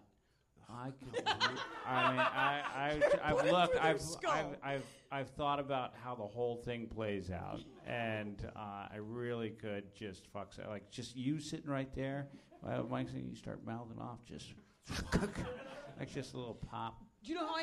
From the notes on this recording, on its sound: All Things Comedy Live Podcast. At Nerdmelt 7522 Sunset Blvd. Los Angeles, CA.